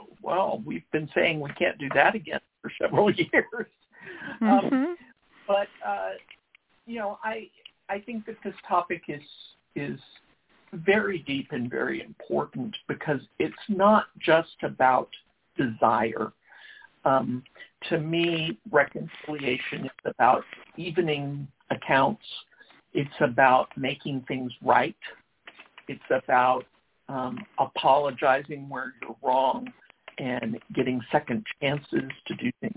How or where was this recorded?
phone line